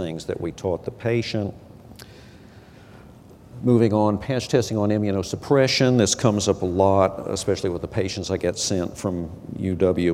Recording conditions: large echoing room